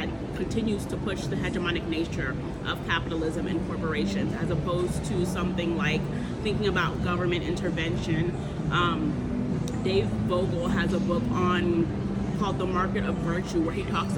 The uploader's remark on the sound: We took Conversations with the Creators on the road to the annual Popular Culture Association conference, which was held in San Antonio, TX.